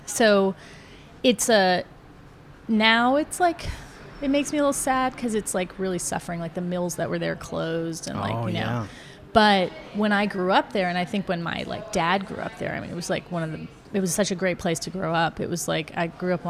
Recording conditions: sounds in the background